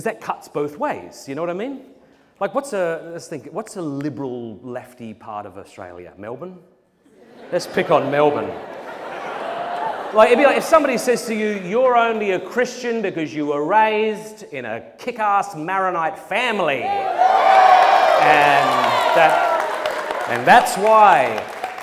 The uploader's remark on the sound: Presented at Purpose Conference 2023.